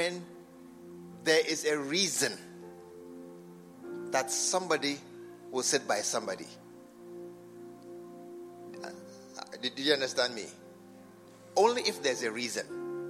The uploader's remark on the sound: Preached at the True Vine Cathedral Bantama.